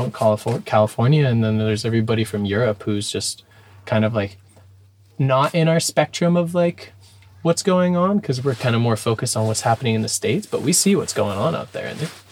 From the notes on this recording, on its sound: Recorded in a reality bending van in the ever magical Moab, Utah.